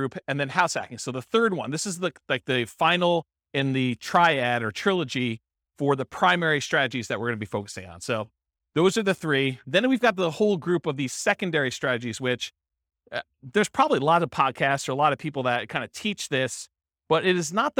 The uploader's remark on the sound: This was a live class recorded